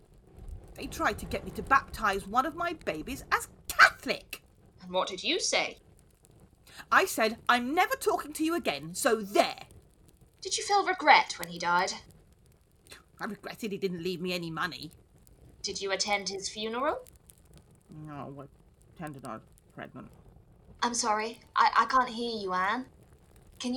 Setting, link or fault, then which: fault, poor sound quality